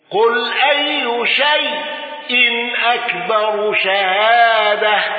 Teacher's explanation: حمزة بالسكت على شيء وفتح تاء التأنيث. الفتح فقط هنا لحمزة على سكت شيء لوجود المفصول. · خلاد بإمالة تاء التأنيث واندرج معه الكسائي